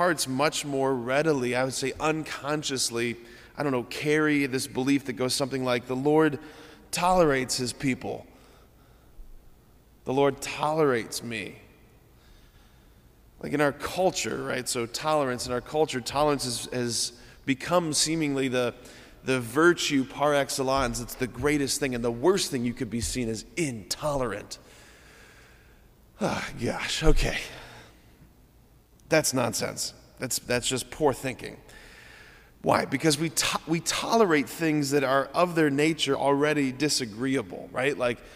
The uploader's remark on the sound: preached this homily on May 15, 2023 at Sacred Heart of Jesus Catholic Church in Wadsworth, OH